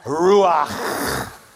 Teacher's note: we need the chet sound in the back of the throat. It's guttural.